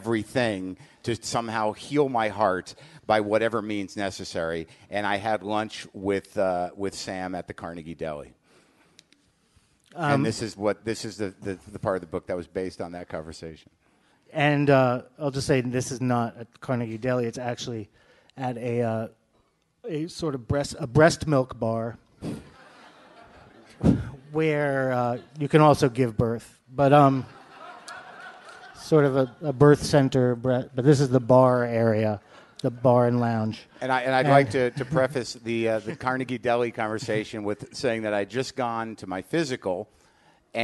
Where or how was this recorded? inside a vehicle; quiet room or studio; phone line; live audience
live audience